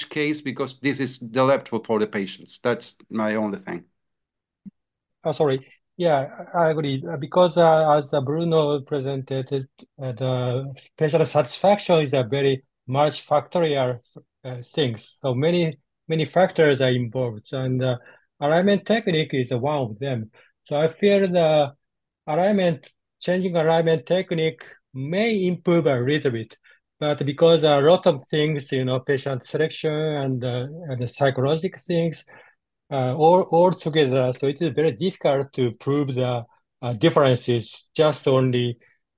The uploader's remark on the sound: This is the AUDIO REPLAY of the recent ISAKOS/ESSKA Webinar